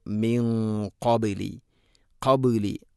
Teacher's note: ഖാഫ് സ്വരഭാരത്തിൽ ഉച്ചരിക്കേണ്ട അക്ഷരമാണ്, അതുകൊണ്ട് അതിൻ്റെ കൂടെയുള്ള ഗുന്നയും അല്പം സ്വരഭാരത്തിൽ കൂടെ ആയിരിക്കണം · Term: ഇഖ്ഫാ ബിഗുന്ന